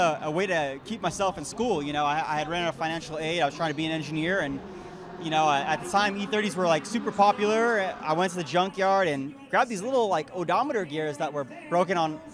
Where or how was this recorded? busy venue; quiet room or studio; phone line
busy venue